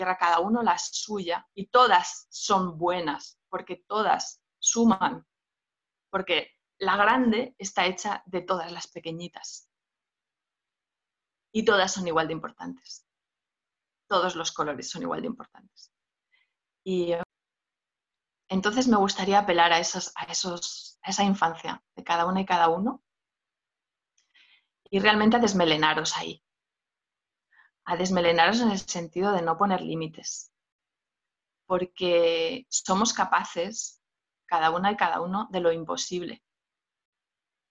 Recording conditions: video call